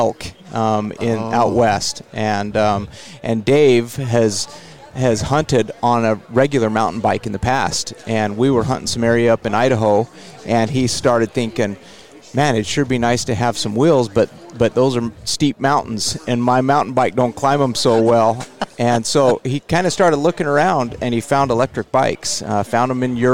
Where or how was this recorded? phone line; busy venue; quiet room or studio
busy venue